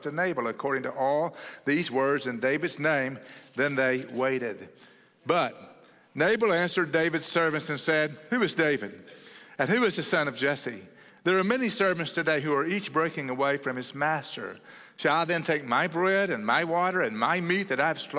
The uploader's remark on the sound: at Cross City Church in Euless, TX on May 14, 2023